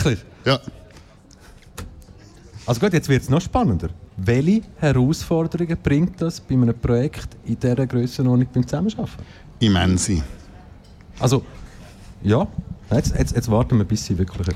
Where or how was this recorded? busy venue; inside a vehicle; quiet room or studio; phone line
busy venue